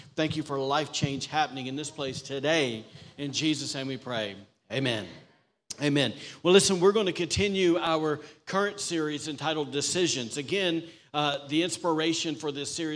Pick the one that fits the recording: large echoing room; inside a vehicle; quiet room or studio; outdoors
large echoing room